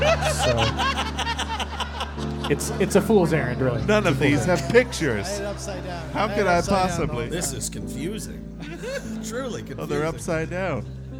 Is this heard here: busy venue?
yes